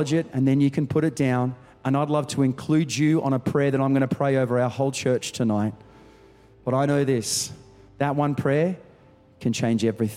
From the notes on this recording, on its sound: Recorded during our 5pm service on Sunday, the 3rd of December 2023.